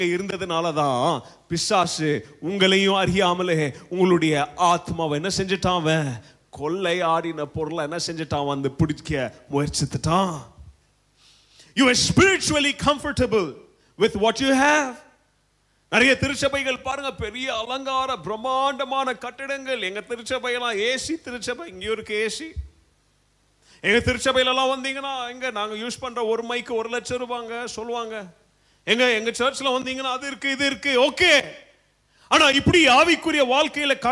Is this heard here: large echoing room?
yes